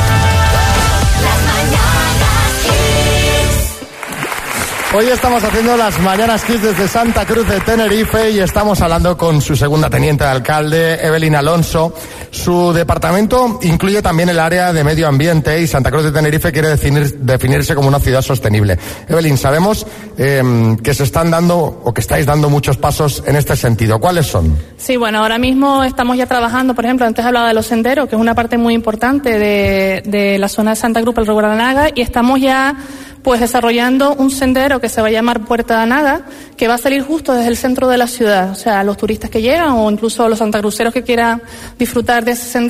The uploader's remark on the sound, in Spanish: Con el público de Santa Cruz de Tenerife